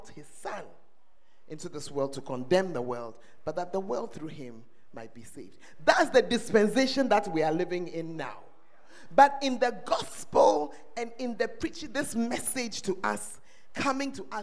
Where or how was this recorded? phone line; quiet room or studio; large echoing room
large echoing room